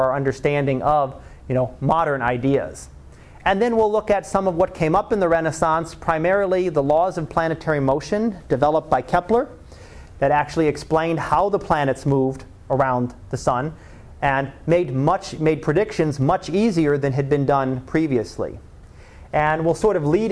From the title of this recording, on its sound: Live Class Lecture